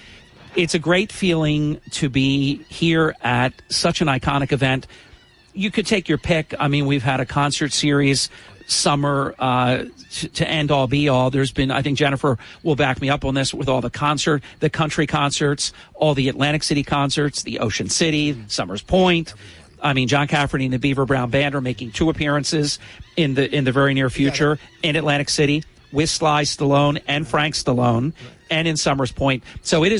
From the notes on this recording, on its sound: Live from the Boardwalk in Atlantic City for the 2022 airshow.